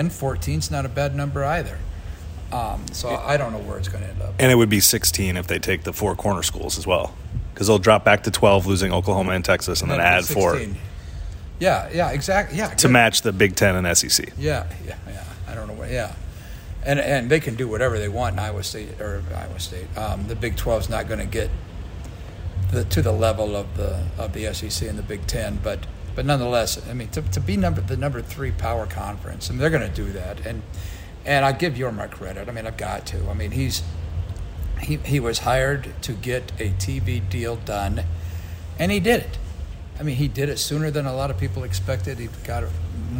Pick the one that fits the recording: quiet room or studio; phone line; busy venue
busy venue